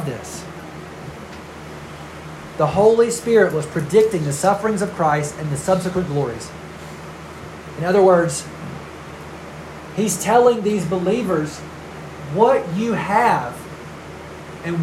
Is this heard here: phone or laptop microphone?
yes